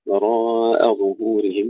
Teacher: إذا لا نقول وراء، وراء ظهورهم، وننتبه إلى تحقيق ضم الظاء